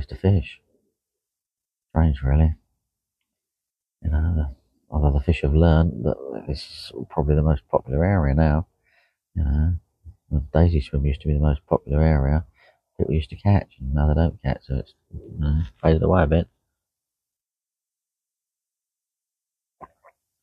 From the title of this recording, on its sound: Live From The Bank